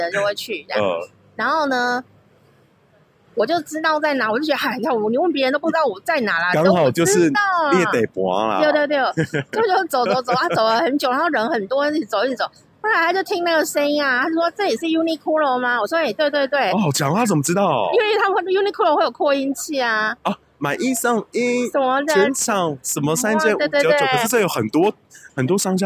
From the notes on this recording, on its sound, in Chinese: 在路邊路的。雖然因為有人來電結果錄音中斷，沒說到再見。雖然音質沒有專業錄音器材飽滿，但意外降噪功能超強，聽不出附近人聲鼎沸吧！